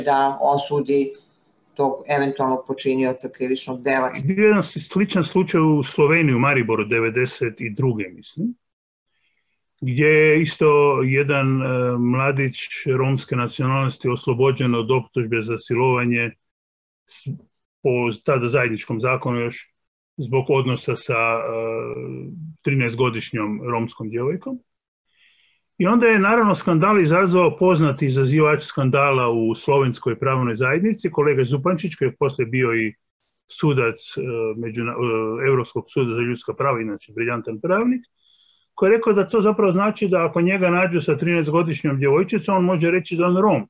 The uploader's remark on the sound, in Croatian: na Zoom platformi